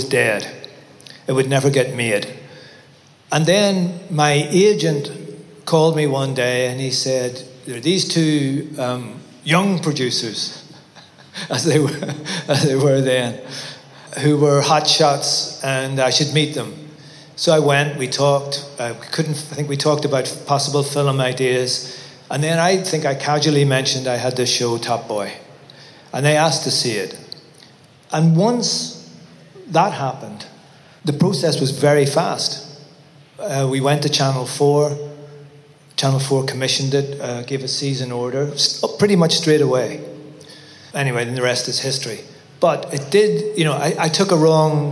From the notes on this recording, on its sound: In this panel conversation we hear from Top Boy’s top table. A live recording from Top Boy Live, a day of talks and workshops supporting the next generation of British talent in film, TV, music and beyond.